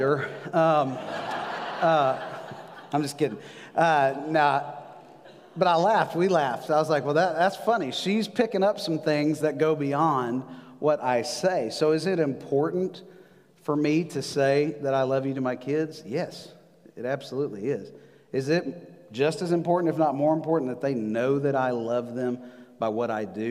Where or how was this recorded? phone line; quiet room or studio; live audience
live audience